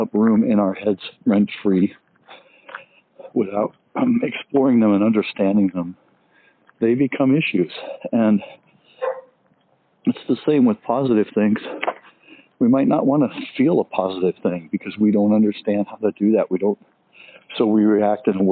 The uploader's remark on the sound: Let's take a walk and talk